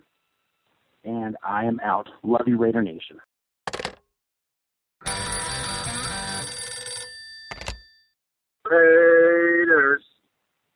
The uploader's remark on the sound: Raider Nation “Boneline” Call-in Segment